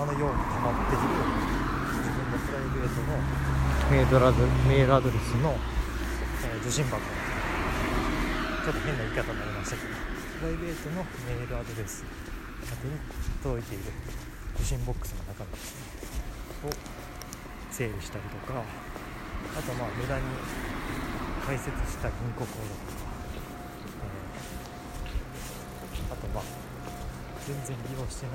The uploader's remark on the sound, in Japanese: 音量注意※ クルマのノイズが多めです。試験的に駅から家までの帰り道に更新してみました。お聞き苦しさMAXです。